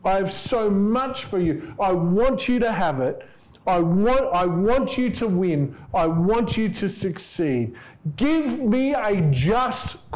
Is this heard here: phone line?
no